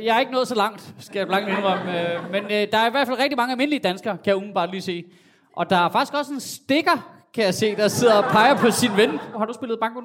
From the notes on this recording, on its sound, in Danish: Afsnittet er optaget live på Comedy Zoo.